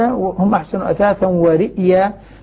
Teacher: بهمزة ساكنة بعدها ياء مفتوحة